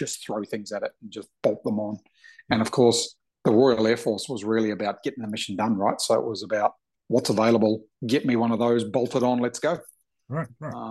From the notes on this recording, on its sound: Zoom